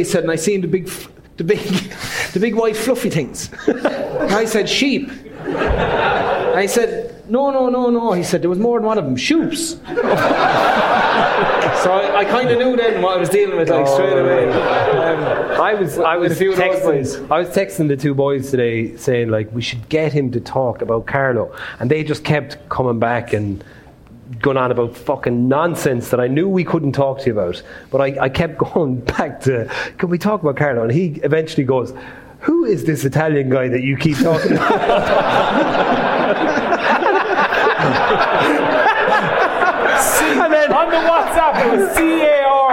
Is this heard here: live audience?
yes